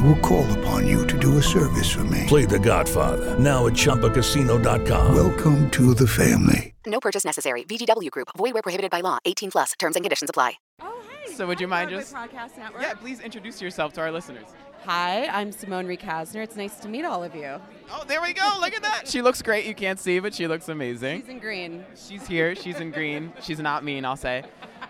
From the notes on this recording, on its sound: Live from The Thanksgiving Play Broadway Opening. On The Thanksgiving Play Broadway opening night red carpet.